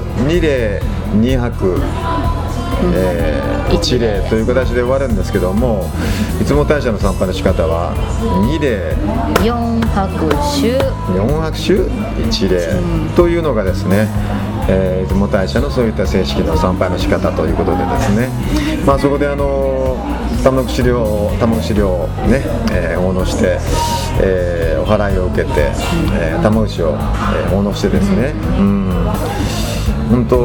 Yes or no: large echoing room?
no